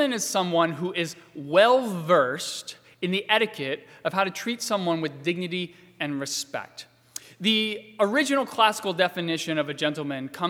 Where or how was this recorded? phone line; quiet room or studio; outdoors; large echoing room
large echoing room